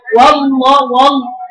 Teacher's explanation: هي واو رقيقه وا وا فتحه وا تطلع على اللام مفخمه